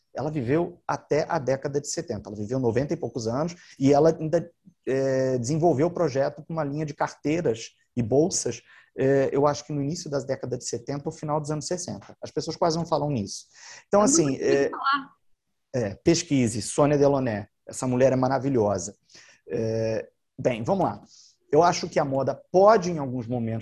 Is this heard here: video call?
yes